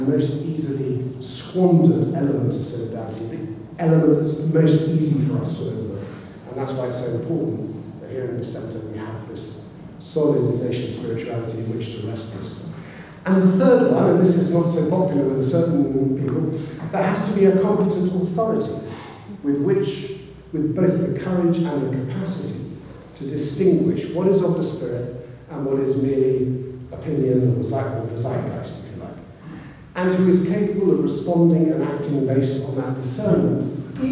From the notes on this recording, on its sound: keynote speaker at the launch of the Belfast Jesuit Spirituality Centre